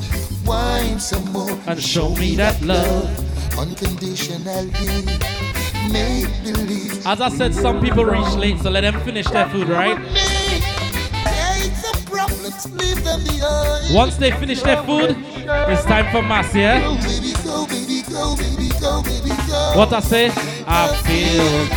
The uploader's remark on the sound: Live set recording from MMP - Sip & Brunch.